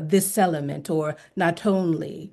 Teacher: linking of final consonant into vowels on the next word